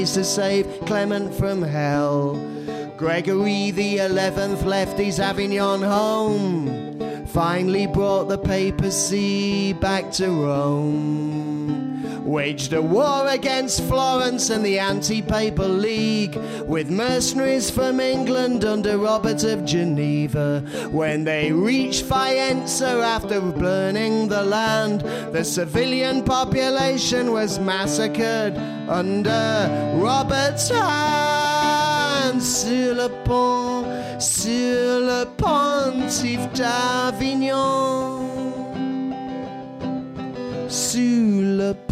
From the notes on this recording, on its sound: The last of the tragedies we collected at the live show that took place on January 18th at the Hackney Attic.